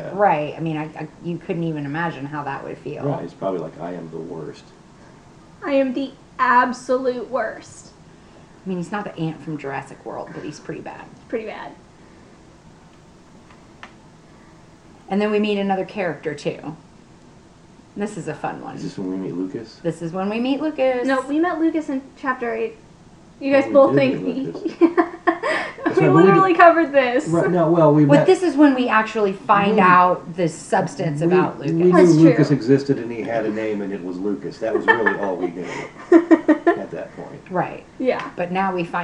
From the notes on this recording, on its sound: We are still getting the hang of our audio equipment.